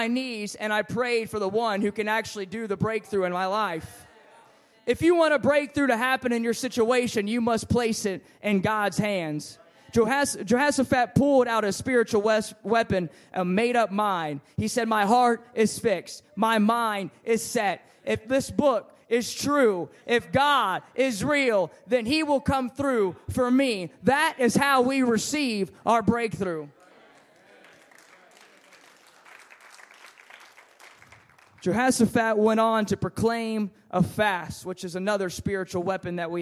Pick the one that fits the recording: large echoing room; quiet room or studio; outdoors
large echoing room